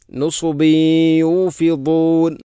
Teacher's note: ബ എന്ന അക്ഷരത്തിൽ കസ്റു തൻവീൻ, തൻവീന് ശേഷം യ വന്നാൽ ഇദ്ഗാം നാഖിസ് എന്ന നിയമമാണ്. അവിടെ തൻവീനിനെ യയിലേക്ക് കൂട്ടി ലയിപ്പിച്ചുകൊണ്ട് ശദ്ദില്ലാത്ത രൂപത്തിൽ ഉന്നത്തോടുകൂടി ഓതണം